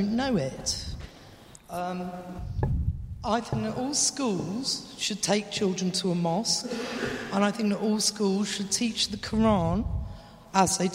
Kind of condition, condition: setting, live audience